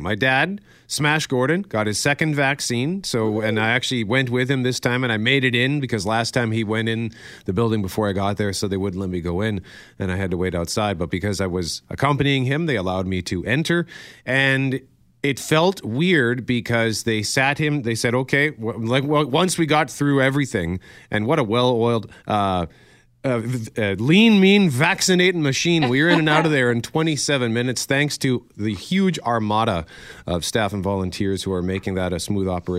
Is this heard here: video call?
no